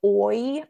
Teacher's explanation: for oi, our mouth starts really forward and close and pulls back